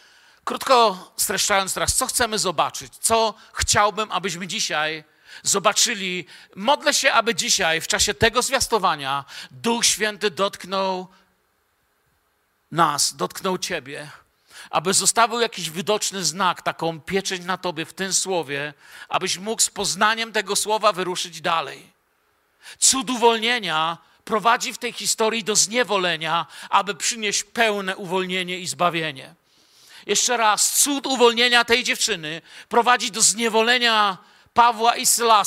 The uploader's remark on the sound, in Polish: Wykład nagrano podczas wieczoru z Bożym Słowem w Kościele „Filadelfia” Bielsko Biała.